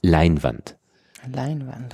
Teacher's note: Und dieses Ei ist wirklich A-E.